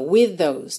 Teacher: E aí, para ajudar a ligar, with com those. Olha, with termina com TH, those começa com TH, eu junto num TH só.